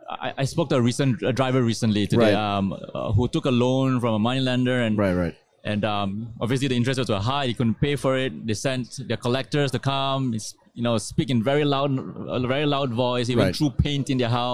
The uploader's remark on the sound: During this broadcast at the Singapore Fintech Festival.